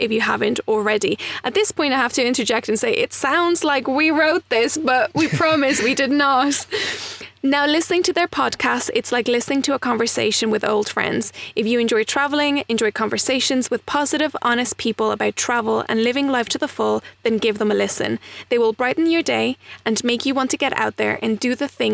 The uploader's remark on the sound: Recorded in our little rusty van, Jits, where we have parked up at a layby, next to horses and their foal.